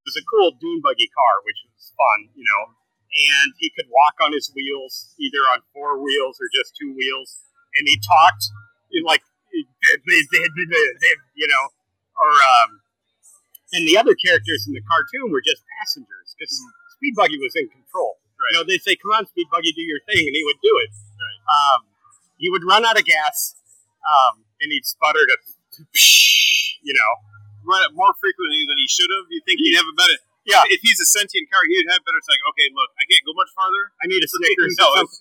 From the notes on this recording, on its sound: Live from QuadCon Dubuque. Live at QuadCon Dubuque, October 2, 2022.